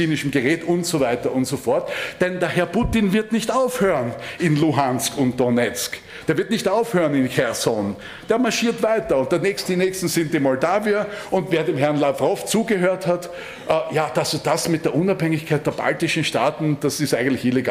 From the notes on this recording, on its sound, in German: Aufgezeichnet im Rahmen der Sitzung des Innsbrucker Gemeinderats